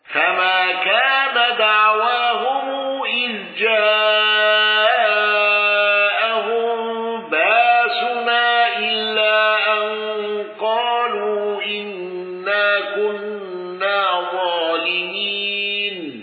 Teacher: بصلة ميم الجمع وإبدال الهمز